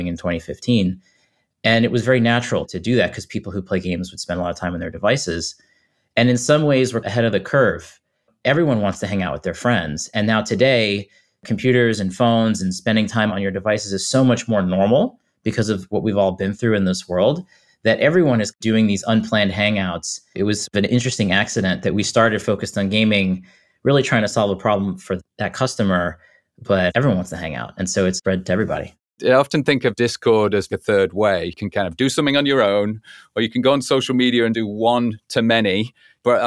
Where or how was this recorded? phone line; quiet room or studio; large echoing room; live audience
quiet room or studio